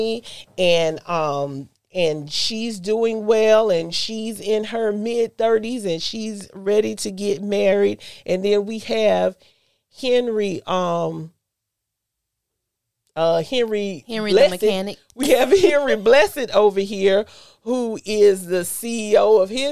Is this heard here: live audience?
no